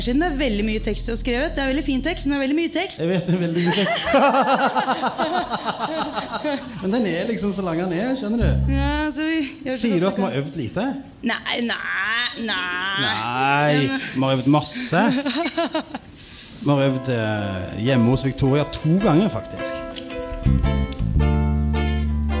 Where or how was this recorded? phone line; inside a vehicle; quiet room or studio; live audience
live audience